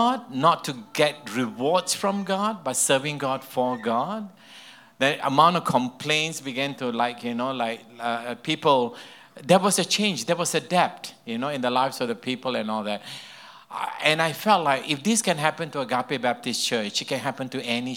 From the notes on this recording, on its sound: This podcast session was recorded live at Camp Honour.